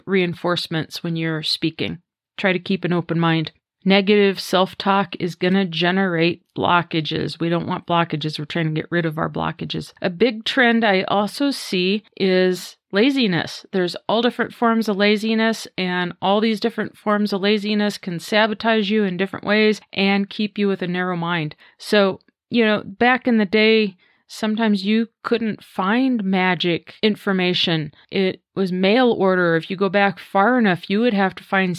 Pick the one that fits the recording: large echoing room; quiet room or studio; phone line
quiet room or studio